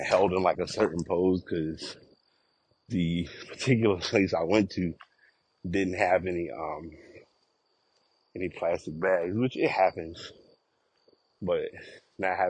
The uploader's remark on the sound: Walk recording